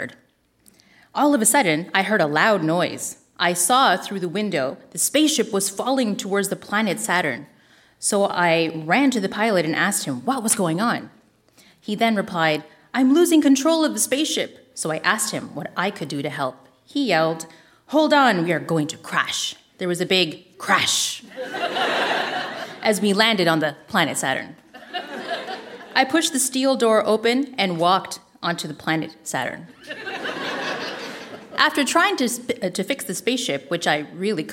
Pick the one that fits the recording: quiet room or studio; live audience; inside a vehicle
live audience